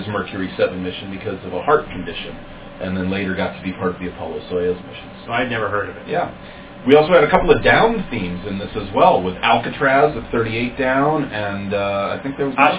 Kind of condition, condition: fault, poor sound quality